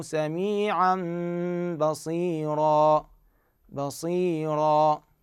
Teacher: فهذه الألف اللي إحنا قاعد نلفظها هي هاي صحولها مد عوض، يعني تنمد مقدار حركتين، مد عوض يمد بمقدار حركتين